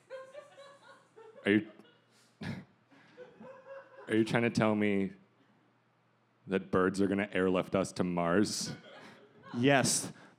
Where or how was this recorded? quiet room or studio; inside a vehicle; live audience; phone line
live audience